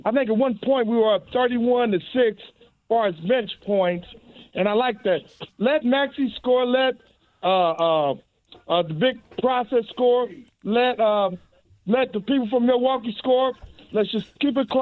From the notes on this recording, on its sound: He also takes some phone calls! The show keeps rolling with more phone calls and comments from listeners of the show!